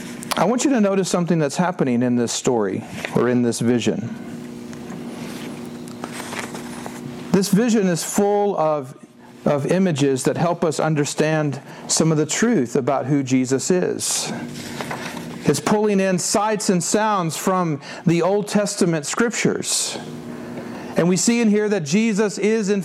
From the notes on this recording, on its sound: This version was preached at Westminster Presbyterian Church in Greenville, Texas on 26 March 2017.